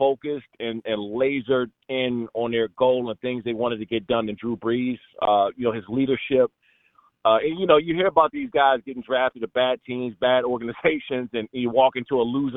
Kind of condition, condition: link, phone line